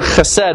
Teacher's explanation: it's got that guttural H there at the beginning that Hebrew has that we don't have in English